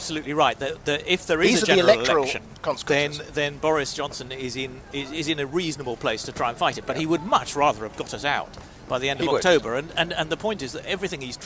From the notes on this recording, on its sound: Parliament Resumes: Live from College Green.